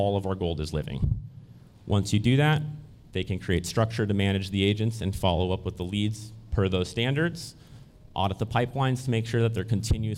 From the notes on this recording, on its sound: a segment from the 2023 Hyperfast Agent Summit held in Arlington, Virginia